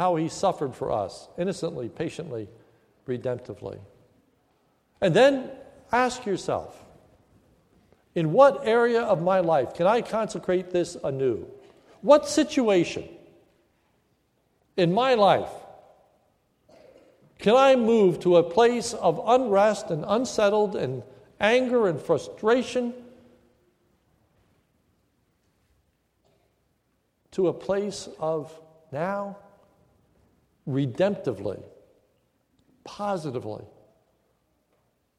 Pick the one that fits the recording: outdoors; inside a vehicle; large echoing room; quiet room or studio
large echoing room